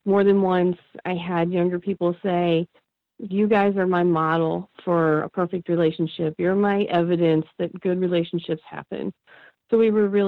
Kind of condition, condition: link, phone line